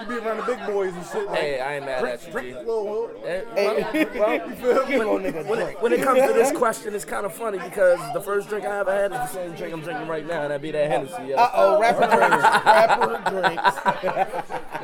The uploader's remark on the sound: a live party podcast, a bit of an experiment